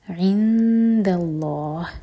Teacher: عن الساعة قل انما نون پر غنہ علمها، ہا کی ضمیر سے پہلے مو پر زور، عند اللہ لام جلالہ ہیوی اور ہا کو ساکن کریں گے تو یہ ہے مد عار للسکون